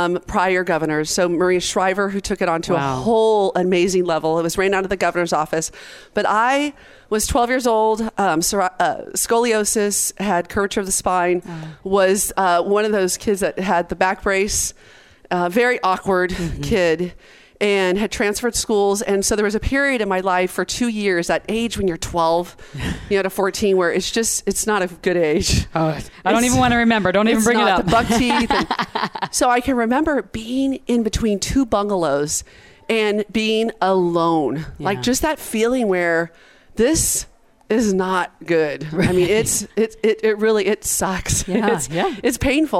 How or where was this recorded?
busy venue